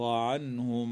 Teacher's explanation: النون الساكنة من كلمة عنهم حكمها الإظهار الحلقي، وأما الميم الساكنة في هذه الكلمة فتدغم في الميم بعدها